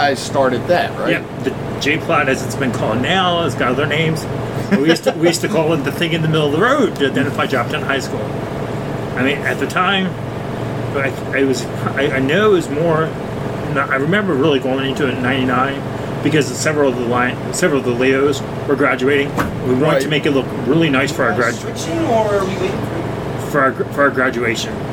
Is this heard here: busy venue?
yes